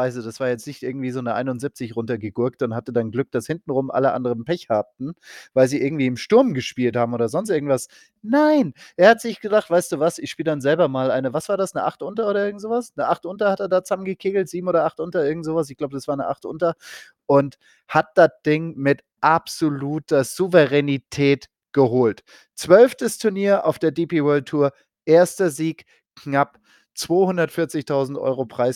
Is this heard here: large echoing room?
no